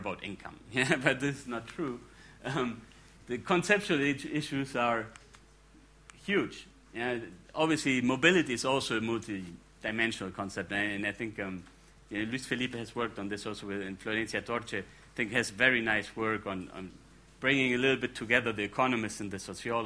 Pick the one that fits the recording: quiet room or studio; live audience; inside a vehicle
live audience